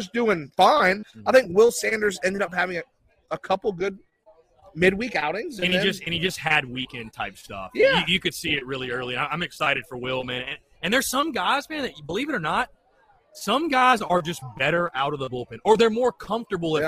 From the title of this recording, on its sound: LIVE From Halls Chophouse Columbia